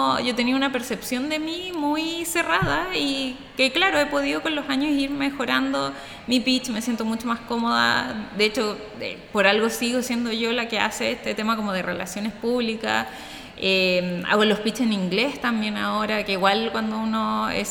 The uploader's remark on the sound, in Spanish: Capítulo especial grabado en Ftalks. Evento realizado los días 20 y 21 de octubre de 2022 en Valencia.